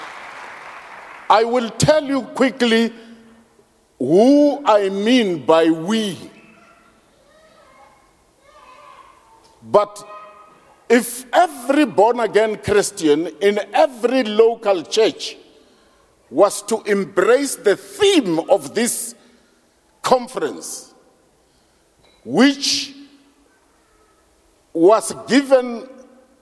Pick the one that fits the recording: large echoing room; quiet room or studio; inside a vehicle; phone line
large echoing room